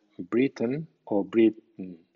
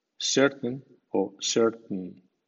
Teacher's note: Cuando una palabra termina en a y n con acento débil, este final suena n o bien an. Por ejemplo, b r i t a i n Britain suena Britain o Britain.